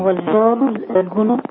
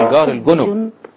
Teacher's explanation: الجيم في القرآن كله كما يسمونها معطشة، جيم وليست جيم. · Shown in: first take